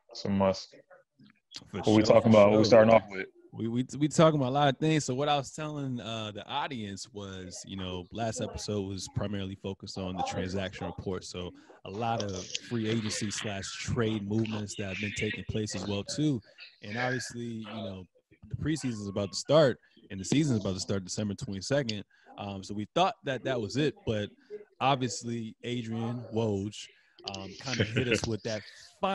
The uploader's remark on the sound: The two record this podcast virtually!